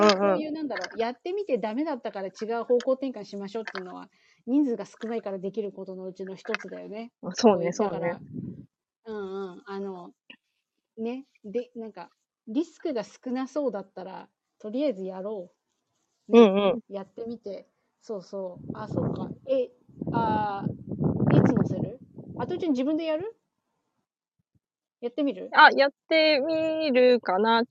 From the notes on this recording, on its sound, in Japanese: 農作業しながらライブ。音声の品質はまだまだ模索中。